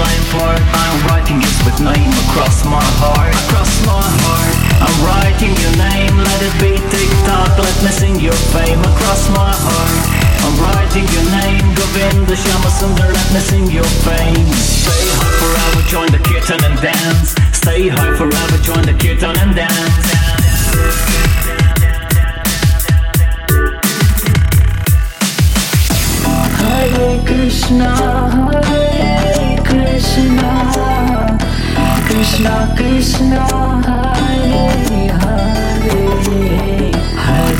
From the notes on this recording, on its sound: played live in protoka 2 in Russia/Samara